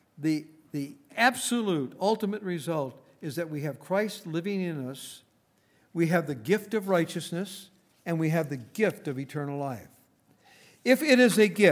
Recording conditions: large echoing room